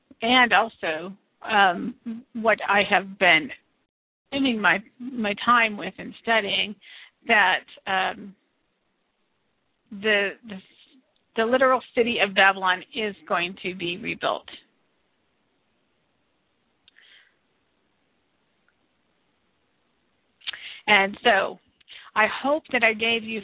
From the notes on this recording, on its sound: This show is the FIRST LIVE CALL-IN SHOW.